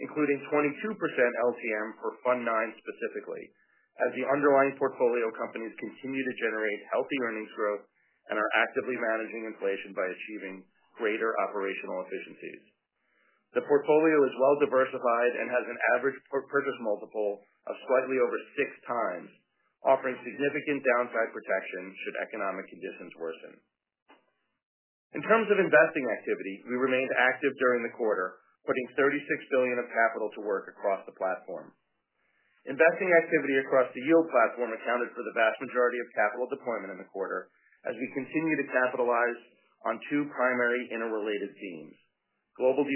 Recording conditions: phone line